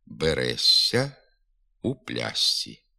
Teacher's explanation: Звук «ш» перед звуками «сь», «ць» змінюється повністю на звук «сь».